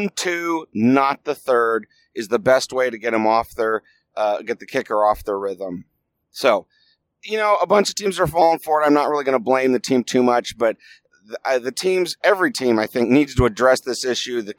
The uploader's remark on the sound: Here’s the podcast I recorded on the road home. Can you tell I was yelling at lot at the game?